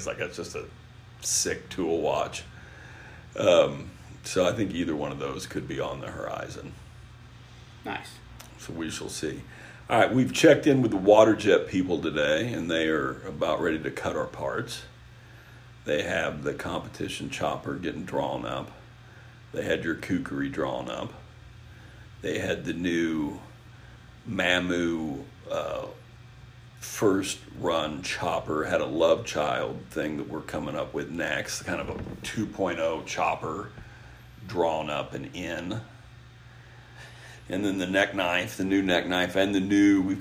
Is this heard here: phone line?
no